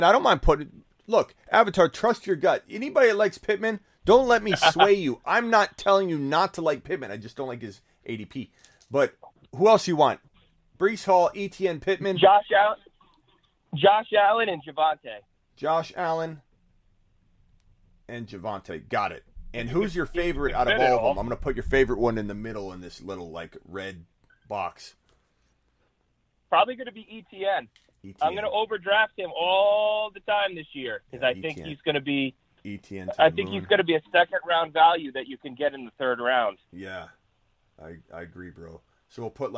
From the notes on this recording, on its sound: Takes fantasy football phone calls and voicemails for over 2 hours.